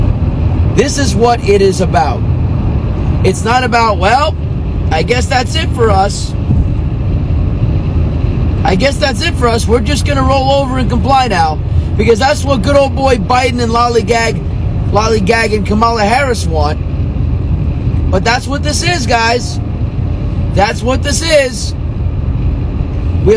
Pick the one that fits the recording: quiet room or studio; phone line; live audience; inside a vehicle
inside a vehicle